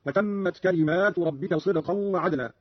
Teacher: قرأ قالون بألف بعد الميم على الجمع هكذا: وتمت كلمات ربك صدقا وعدلا.